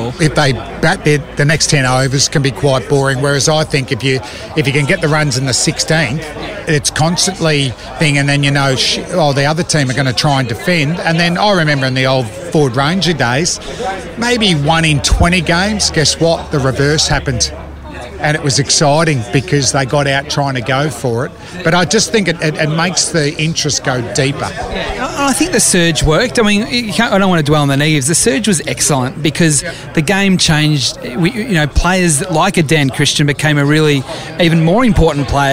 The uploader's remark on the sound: This week's episode comes direct from the Media XI cricket match against the MCC. An episode that was a lot of fun, recorded in a lovely location.